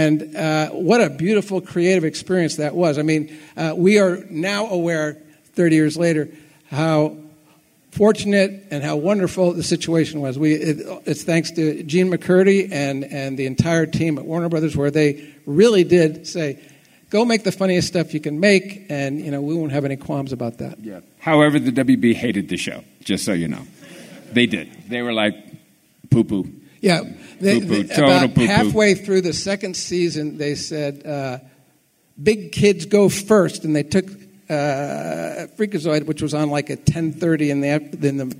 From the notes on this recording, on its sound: Today's episode features panel audio from the 50th Anniversary of Freakazoid at FanX in Salt Lake City!